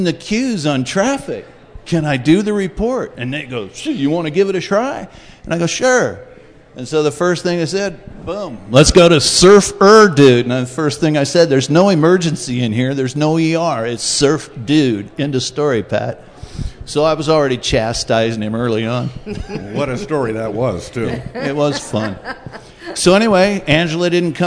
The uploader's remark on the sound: celebrate the 100th episode with 10,000 of their closest friends and fans of the podcast live at Third Place Commons